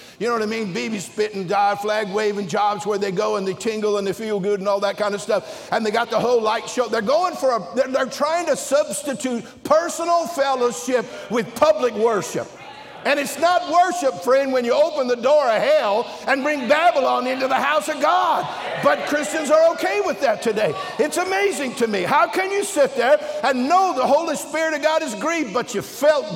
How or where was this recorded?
large echoing room